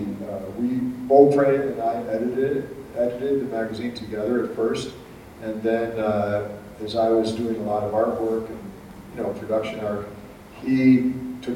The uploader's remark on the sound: Live at APE 2017